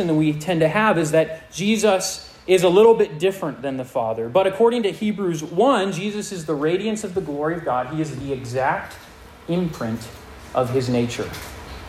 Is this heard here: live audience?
yes